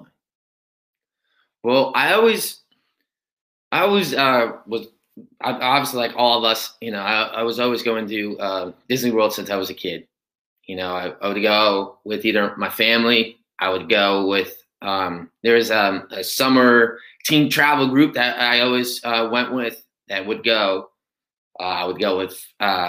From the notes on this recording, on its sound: ran into some connection issues